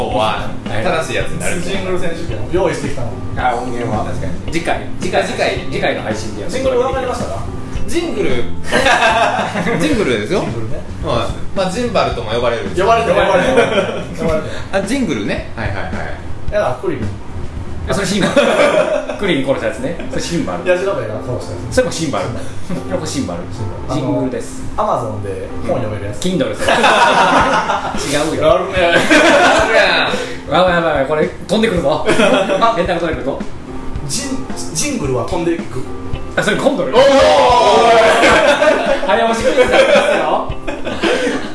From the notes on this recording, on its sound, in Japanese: 前回までと同様にカラオケボックスでの収録のため音質が良くありません。